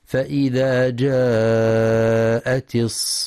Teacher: يراعي القارئ مد الصاخة 6 حركات لزوما